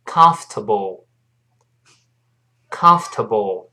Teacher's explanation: It's 还是 i t 一撇 s，那个 t 撇 s 在一块还是发 ts 这个声音。not 就是不，这个重读一下。英国人读出 not，美音 o 美的 r 读成 not。注意后面那个舒服的 c o m f o r t a b le，不要读成 comfortable。注意那个 o r 在这里是听不到的